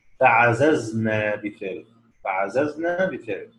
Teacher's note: شعبة الوحيد اللي انفرد بتخفيف الزاي هنا